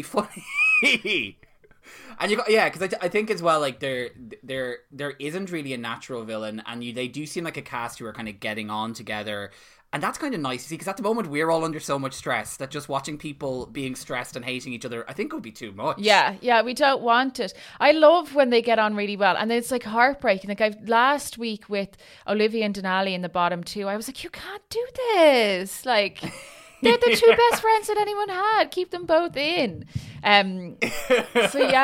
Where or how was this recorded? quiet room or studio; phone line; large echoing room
quiet room or studio